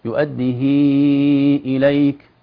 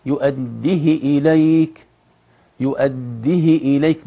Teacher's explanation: يقرؤون هكذا بإثبات الكسرة المشبعة بالمد · Shown in: first take